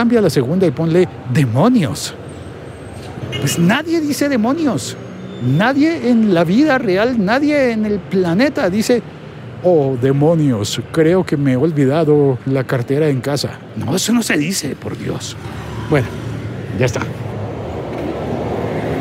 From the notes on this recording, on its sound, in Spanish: Grabado desde las calles de Bogotá.